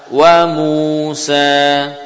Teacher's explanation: Diupayakan tetap mempertahankan keseimbangan atau kesamaan, keseragaman, ya, yaqdar al-harakah, ukuran harakat, ya, dua harakat di sini dengan yang di belakang sama. Wa Musa, panjang mu dan sin, mim dan sin diupayakan seragam